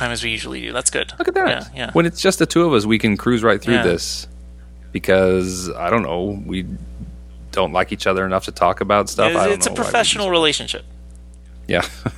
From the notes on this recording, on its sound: Big apologies for the background buzz. It must be the USB plug for the mic.